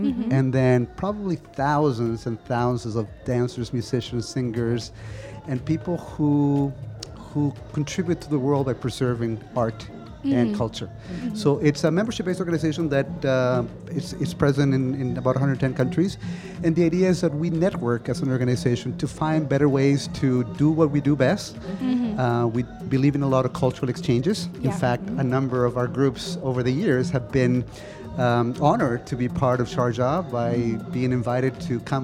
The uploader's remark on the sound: Live from SHD 2023